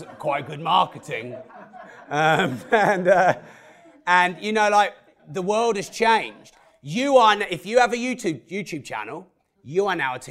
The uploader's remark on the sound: This live talk from the heart of central London Mayfair. This live speech was recorded before the launch of the book and podcast 'Money' in early 2017.